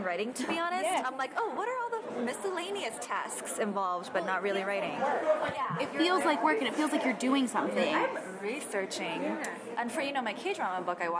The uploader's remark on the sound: Lightning round questions with some of the fantastic authors I came across at the annual Los Angeles Times Festival of Books